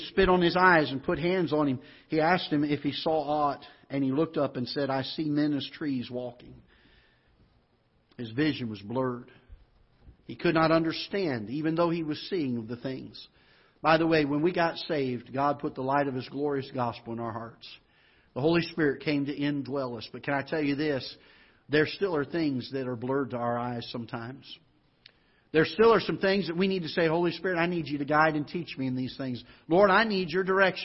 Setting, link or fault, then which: setting, large echoing room